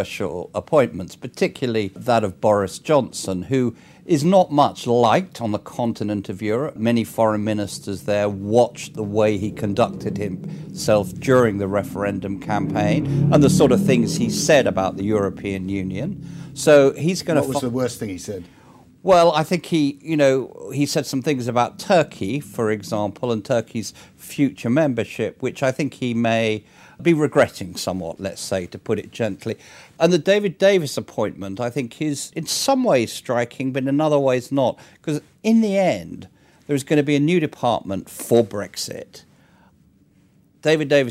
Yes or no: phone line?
no